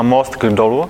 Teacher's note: díky tomu, že D je znělý, tím pádem K se stane G a díky tomu, že G je tady G, tak z T se stane D. · Term: spodoba znělosti